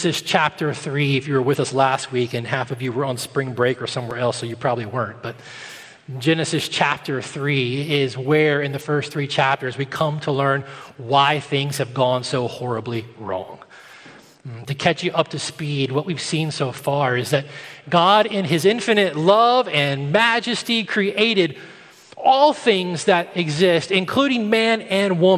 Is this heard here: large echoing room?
yes